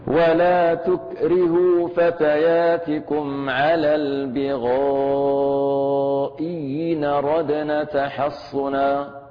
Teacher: ثم الوجه الرابع إبدالها ياء مكسورة. إذا نبدل الهمزة الثانية ياء مكسورة